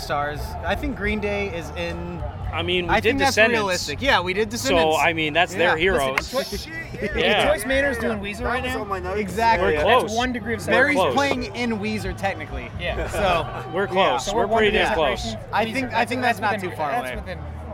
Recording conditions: busy venue